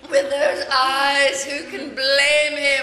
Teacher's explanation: some of the words, like the syllables, get drawn out, like the way you say eyes, blame, even teeth in this clip